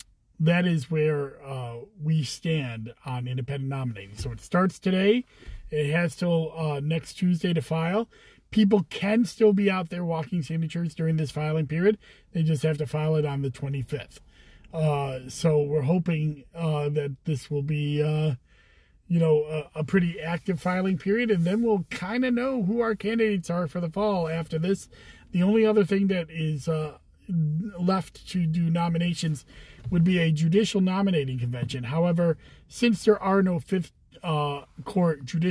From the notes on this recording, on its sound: Commissioner in a Car. I also take live questions from FB.